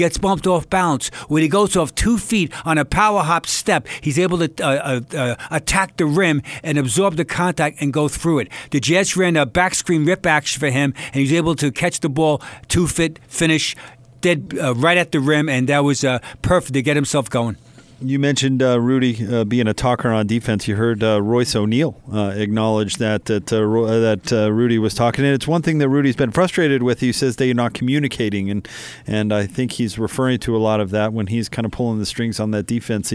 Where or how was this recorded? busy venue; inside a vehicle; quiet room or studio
busy venue